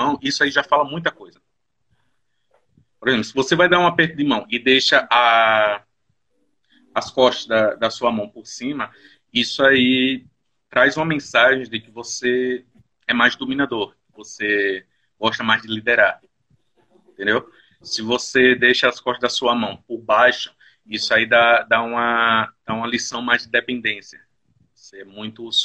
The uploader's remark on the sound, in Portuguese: Este episódio surgiu de uma Live no instagram